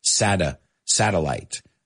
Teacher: los americanos, la primera T es como una D